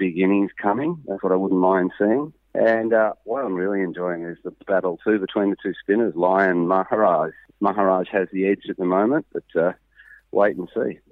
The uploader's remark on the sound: phones in from Port Elizabeth